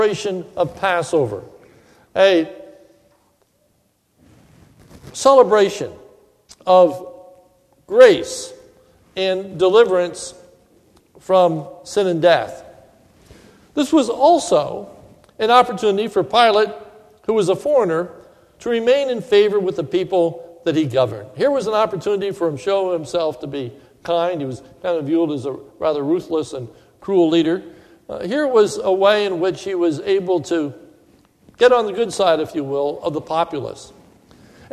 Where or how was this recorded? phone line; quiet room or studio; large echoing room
large echoing room